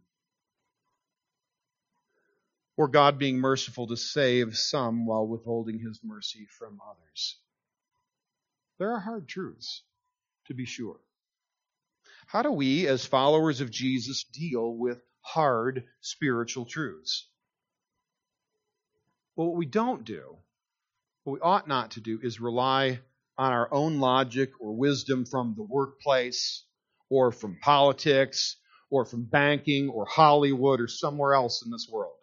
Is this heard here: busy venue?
no